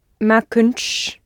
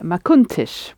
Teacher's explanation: We just need that little helping vowel because we've got n, t, sh. · Shown in: second take